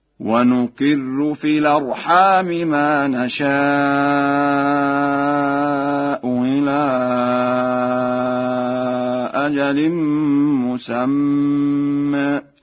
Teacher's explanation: قرأها ورش بتسهيل الهمزة الثانية بين وبإبدالها واوا خالصة